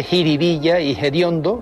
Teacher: aspiran la F inicial de determinadas palabras populares · Term: aspiración